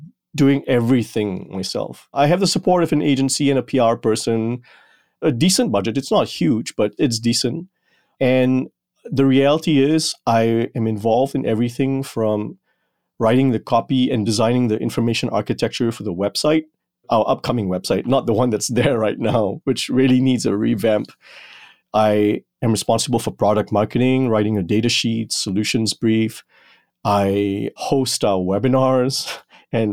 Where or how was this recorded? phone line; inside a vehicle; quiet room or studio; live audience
quiet room or studio